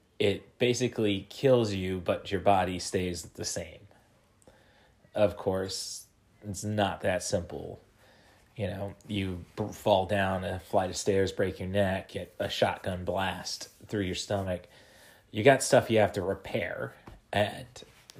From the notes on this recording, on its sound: recorded using the "Spotify for Podcasters" app